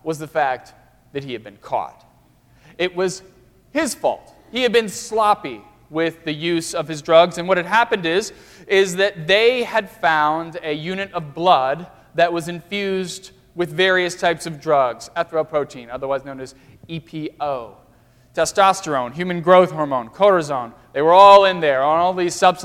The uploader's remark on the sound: during the Crossroads service (9:30 am) on Sunday, March 6, 2016, at First Presbyterian Church of Arlington Heights, Illinois.